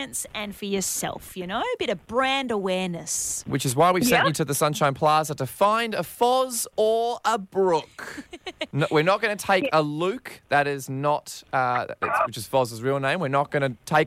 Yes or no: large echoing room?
no